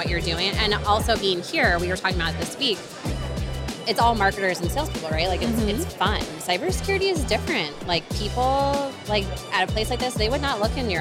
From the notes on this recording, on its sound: We decided to spin things up on the show floor at our latest B2BMX event in Scottsdale, Ariz. At our recording booth on the show floor, we brought a delightful little wheel for the attendees and guests to spin.